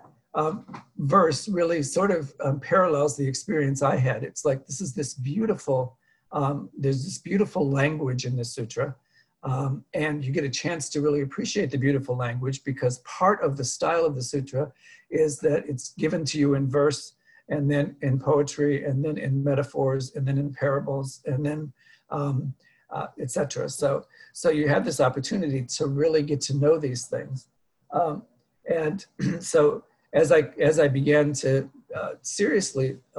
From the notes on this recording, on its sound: Dharma talk via Zoom